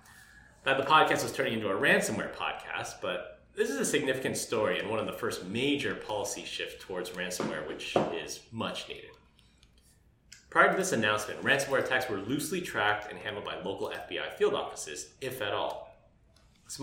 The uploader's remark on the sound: Several of us met up in person to socially distantly record this episode. The audio may have more echoes and volume variance than normal due to the space we reserved to record the podcast.